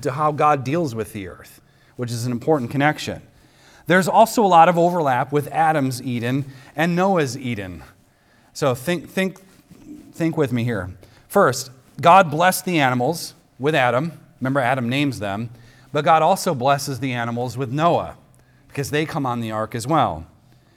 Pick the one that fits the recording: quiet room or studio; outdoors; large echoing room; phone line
large echoing room